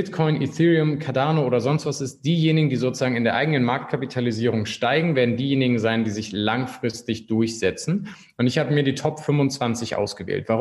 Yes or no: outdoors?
no